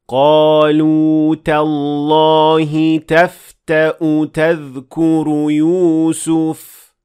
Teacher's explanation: So here we notice that we did not extend the waw. We only pronounced a dhamma.